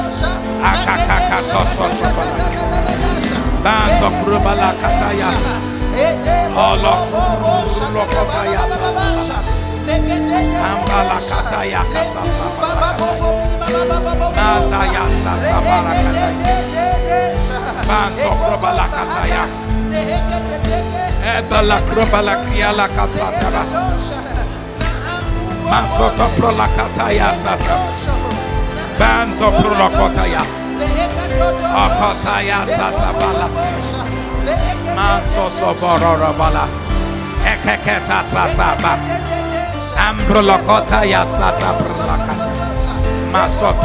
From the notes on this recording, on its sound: on Day 1 of the Evolve Conference at KingsWord Dallas